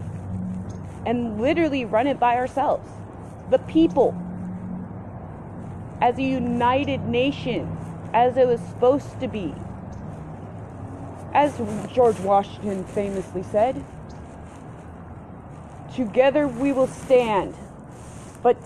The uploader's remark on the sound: I also apologize for the noise in the backround.